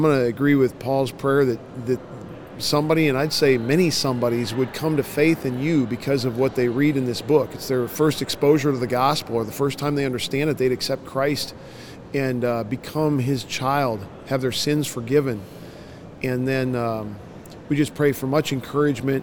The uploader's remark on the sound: LIVE from CPE 2022!